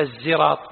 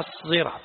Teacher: قال الفرق الصحيح أنه ليس بالزاي وإنما بالصاد المشبعة الموصلة لمخرج الزاي · Shown in: second take